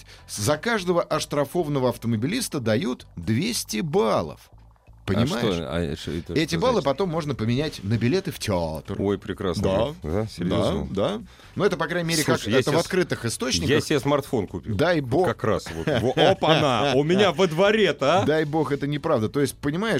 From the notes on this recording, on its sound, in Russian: По телефону тему прокомментировал